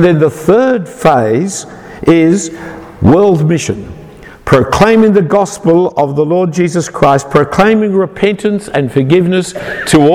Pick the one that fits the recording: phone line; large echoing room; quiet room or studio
large echoing room